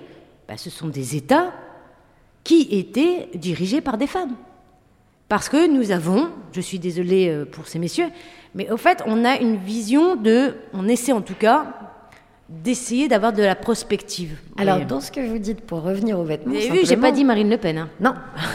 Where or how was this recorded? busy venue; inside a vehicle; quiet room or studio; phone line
busy venue